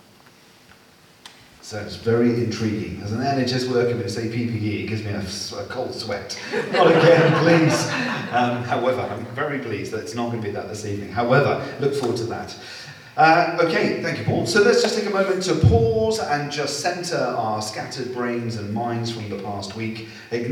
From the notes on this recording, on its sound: Live recording of 630 Praise 16th July 2023